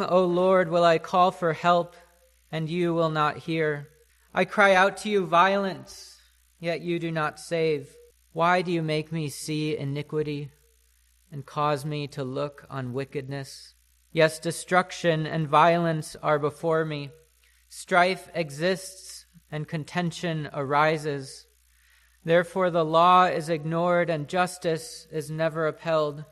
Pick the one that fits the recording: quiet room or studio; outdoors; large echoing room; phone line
large echoing room